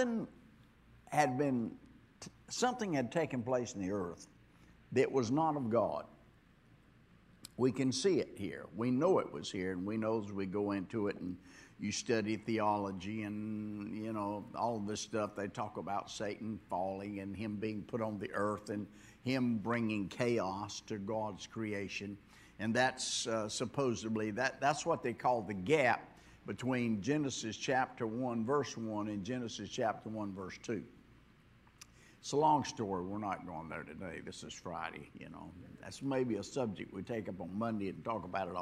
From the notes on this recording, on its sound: this was recorded on Friday at Abundant Living Ministries.